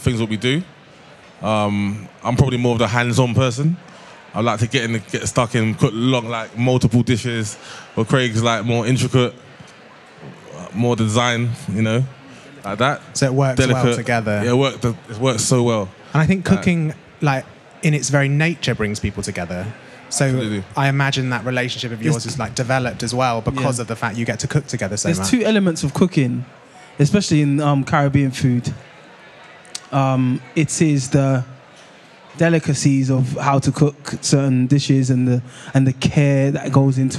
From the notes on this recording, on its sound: Live from the BBC Good Food show